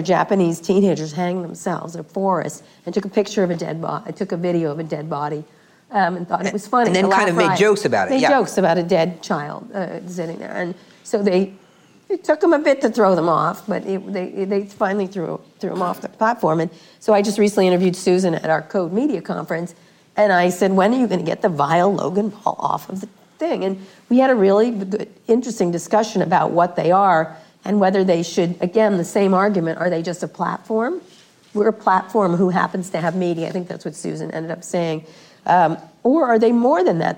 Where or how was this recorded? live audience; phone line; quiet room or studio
live audience